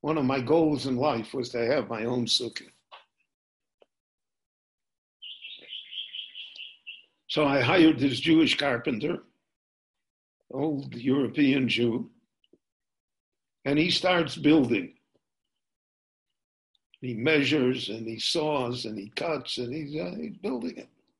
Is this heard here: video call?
yes